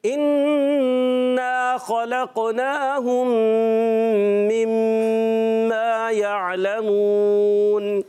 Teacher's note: یہاں پر ہے دو غنے، ام میں غنہ اور مم میں غنہ، دو غنے آپ نے کلیئر رکھنے ہیں